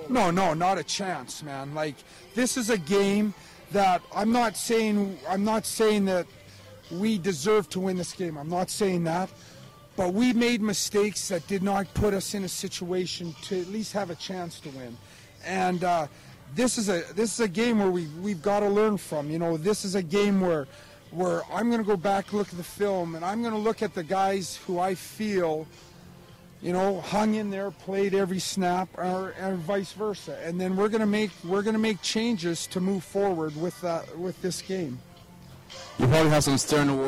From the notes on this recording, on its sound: CiTR commentators broadcasting live from the Thunderbird stadium for the 'Bird's second home game of the season.